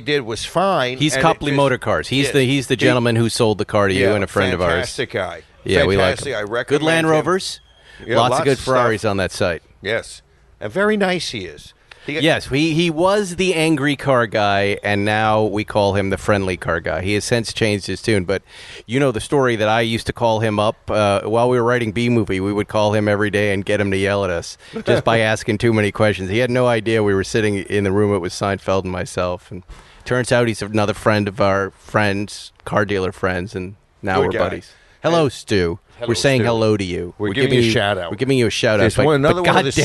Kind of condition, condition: setting, outdoors